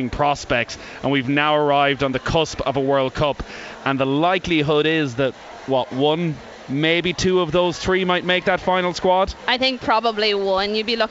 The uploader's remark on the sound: Live from Tallaght Stadium